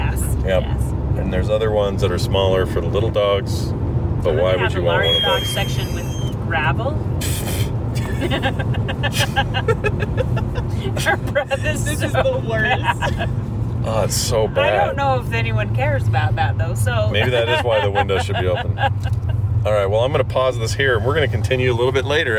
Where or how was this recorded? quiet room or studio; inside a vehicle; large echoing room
inside a vehicle